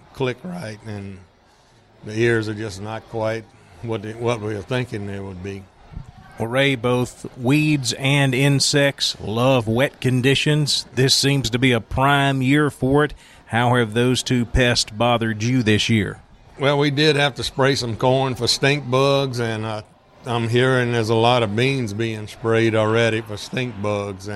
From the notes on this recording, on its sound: At the Louisiana Farm Bureau Convention a couple of weeks ago we caught up